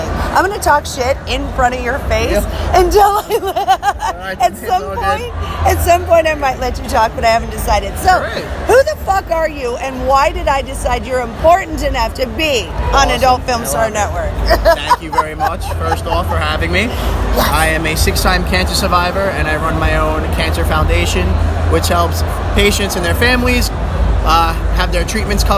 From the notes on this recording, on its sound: Exxxotica New Jersey 2017. The people and Talents, signings and live shows were never-ending. Periscope live, walk through with me during the event.